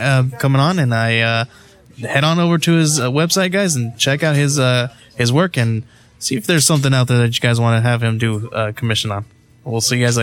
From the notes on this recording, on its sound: live from Monster Comics Books for the Collectors Choice Comics Vampirella Variant Exclusive launch party